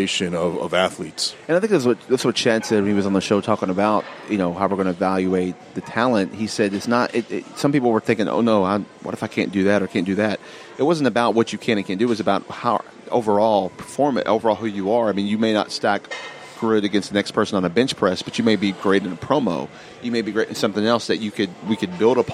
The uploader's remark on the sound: LIVE at the OVW Combine. LIVE at the First Annual OVW Combine.